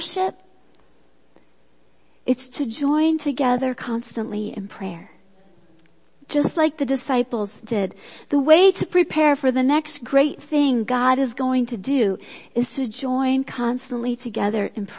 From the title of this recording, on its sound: Worship Service - Audio